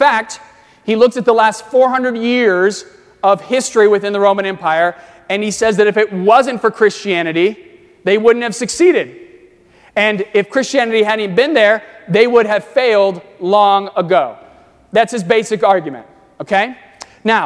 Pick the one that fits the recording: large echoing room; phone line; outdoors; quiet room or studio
large echoing room